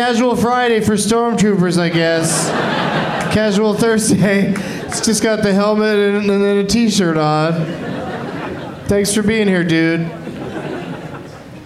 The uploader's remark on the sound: Live from Cobb's Comedy Club in San Francisco